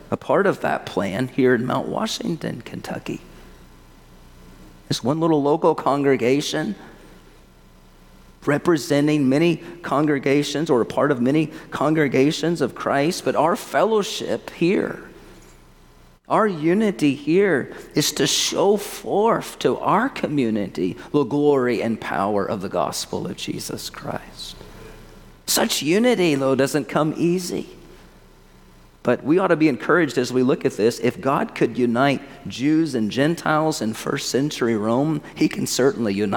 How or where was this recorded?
large echoing room